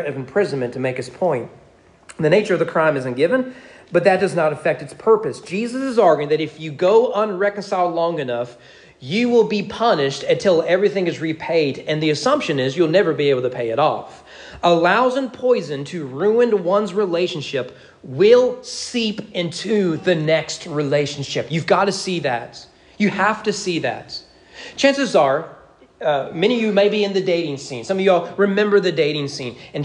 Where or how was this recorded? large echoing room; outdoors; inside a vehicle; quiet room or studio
large echoing room